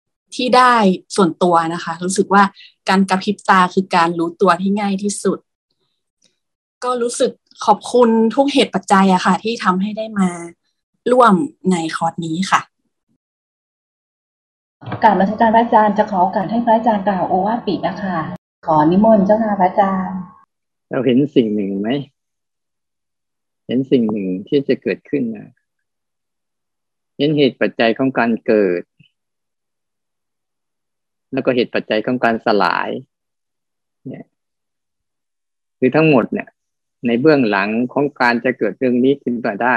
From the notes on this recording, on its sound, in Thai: เป็น 1 ใน 3 คอร์สออนไลน์ (ผ่านโปรแกรม Zoom)